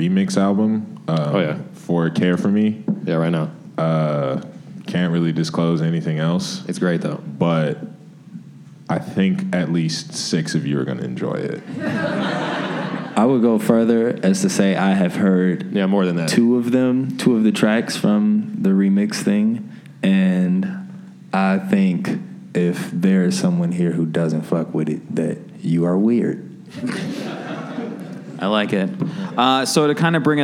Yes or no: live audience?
yes